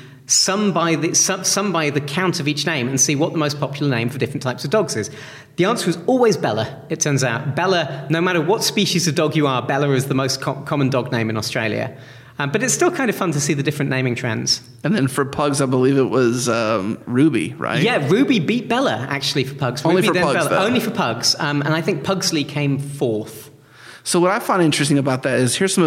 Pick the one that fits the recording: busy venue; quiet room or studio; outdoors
busy venue